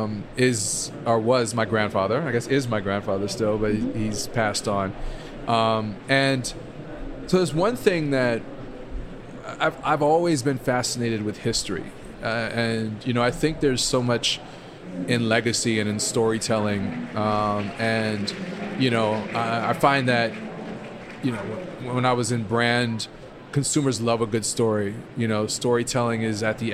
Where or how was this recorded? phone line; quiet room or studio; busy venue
busy venue